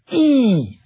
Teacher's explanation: E is very high and very close to the front.